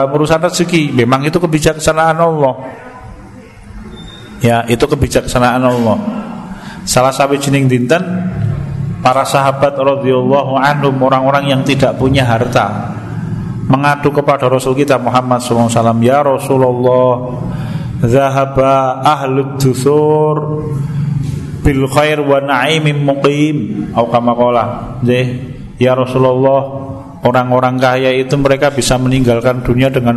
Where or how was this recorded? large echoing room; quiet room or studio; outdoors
large echoing room